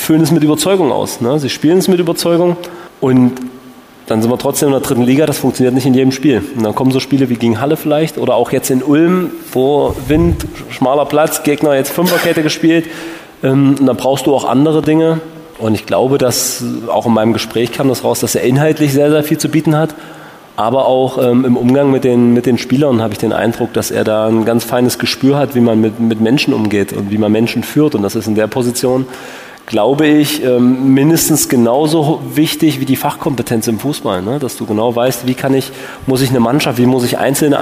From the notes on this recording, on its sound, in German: Der Live-Talk aus dem Alten Schlachthof Die dritte Live-Ausgabe unseres Dynamo-Podcasts "Schwarz-Gelb" bot einen Abend voller Einblicke und spannender Gespräche.